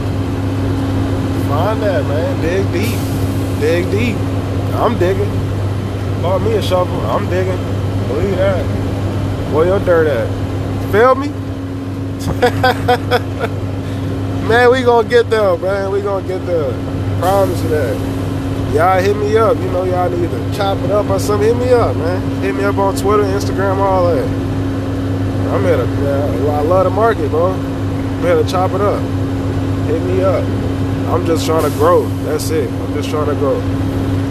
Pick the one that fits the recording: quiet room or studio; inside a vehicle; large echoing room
inside a vehicle